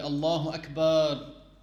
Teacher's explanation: it's invalid to extend the letter ba when pronouncing it · Term: extend the ba